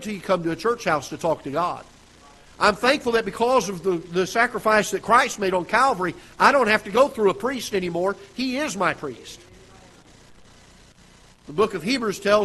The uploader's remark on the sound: Ketha Heights Baptist Church ~ Live Broadcast.